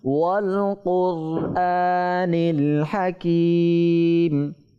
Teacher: র যেটা রয়েছে এটা পুর হবে, একটু মোটা করে উচ্চারণ করতে হবে রটাকে